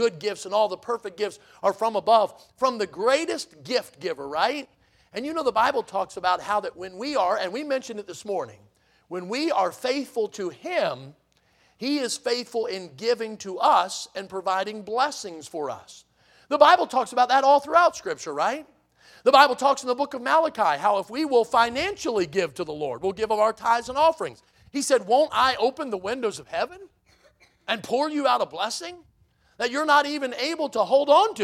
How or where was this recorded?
large echoing room